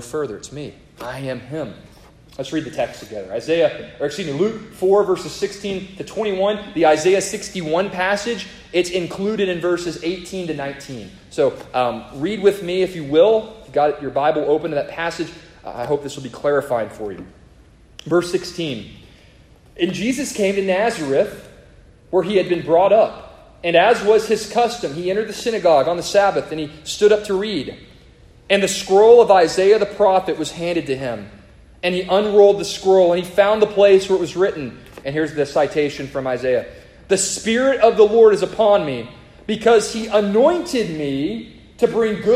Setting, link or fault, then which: setting, live audience